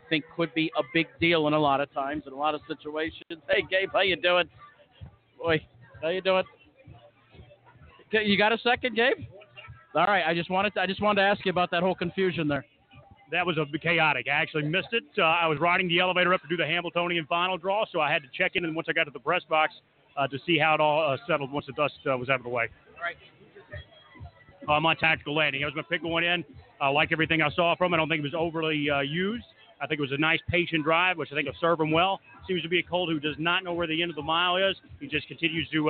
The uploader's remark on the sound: Live from The Meadowlands. With coverage of the 2018 Hambletonian, live from Meadowlands Racing and Entertainment in New Jersey.